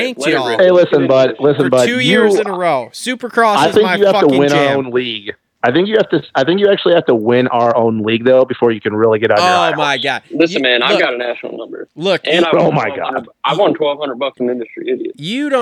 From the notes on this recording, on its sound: The guys get on the phone